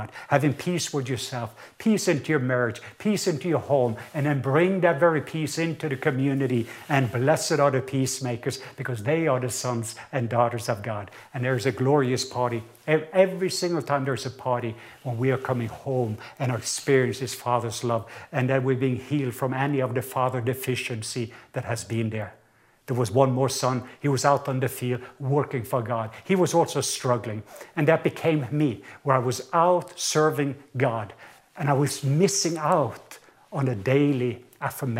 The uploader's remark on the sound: recorded at Northlands Church on June 21, 2020